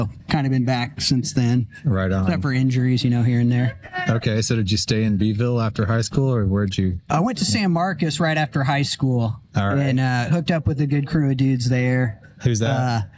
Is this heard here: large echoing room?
no